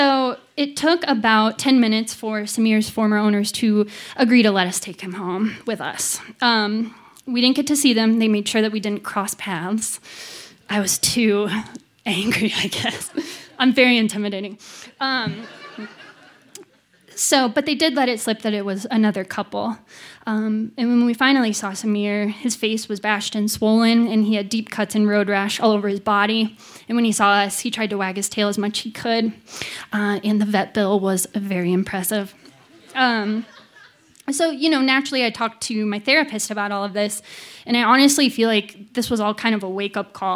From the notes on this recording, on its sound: Graced the stage for the first time when she shared this story. Recorded live on 21 November 2018.